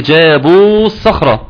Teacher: الواو اللي بعد الباء مش هنطقها